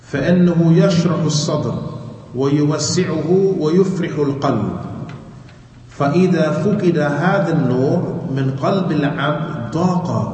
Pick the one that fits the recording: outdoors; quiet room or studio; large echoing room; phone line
large echoing room